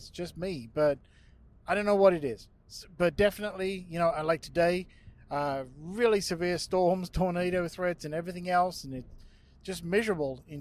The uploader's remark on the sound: This episode was record on the move in some really terrible weather so the quality may not be what you are used to.